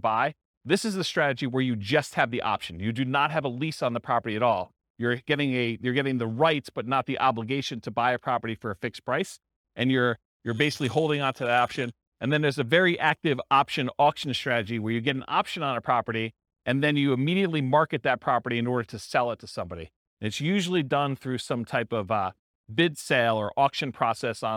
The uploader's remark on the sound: This was a live class recorded.